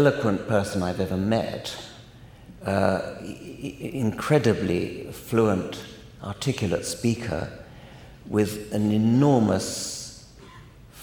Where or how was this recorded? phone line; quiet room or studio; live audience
live audience